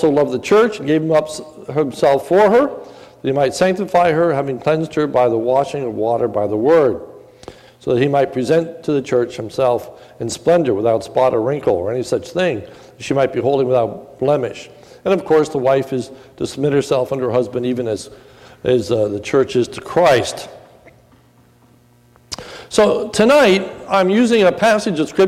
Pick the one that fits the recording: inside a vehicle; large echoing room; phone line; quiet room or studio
large echoing room